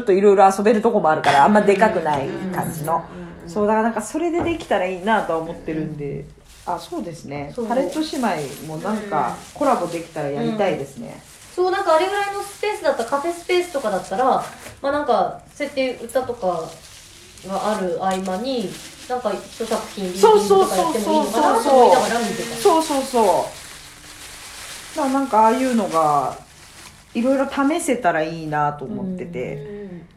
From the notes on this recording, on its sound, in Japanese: 酉の市あとのドタバタ収録。そんな酉の市後に収録をしたので、モグモグガサゴソしながら まったりトークです。ドタバタと収録場所が後半移動になった。